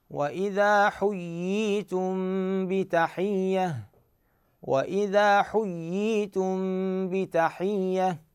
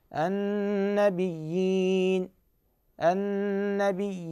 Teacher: مثال آخر عندما نقول مثلا النبيين، فنلاحظ أن هاي الياء ساكنة معرات وقبلها ياء مشددة مكسورة، فإذن هذه الياء الساكنة حصل بها مد تمكين، مو الياء المشددة المكسورة ما لها علاقة ما بها مد، هاي الياء المدية اللي هي ساكنة مسبوقة بياء مشددة مكسورة